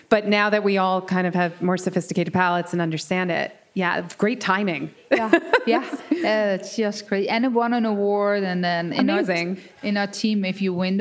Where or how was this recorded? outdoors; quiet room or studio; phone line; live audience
live audience